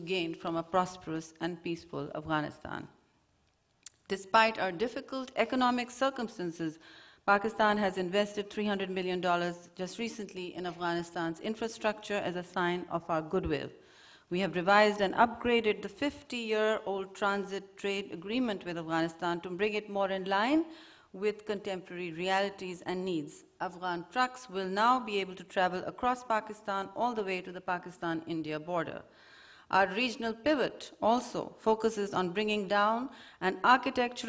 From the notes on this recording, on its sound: Questions from the audience